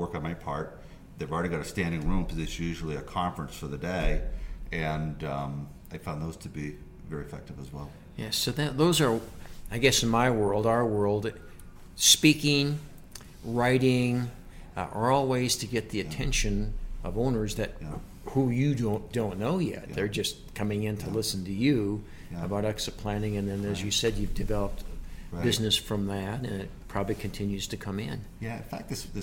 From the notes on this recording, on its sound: during BEI's 2019 National Conference